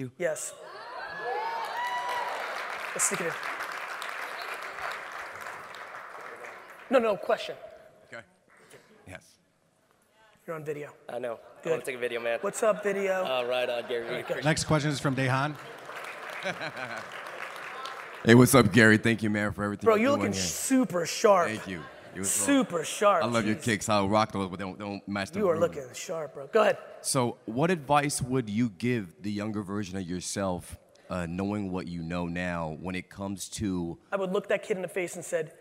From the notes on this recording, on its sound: From the AIME Fuse National Conference. 12 in Las Vegas.